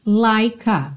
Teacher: Porque o E do like não é pronunciado, ok? Então você já junta o K no A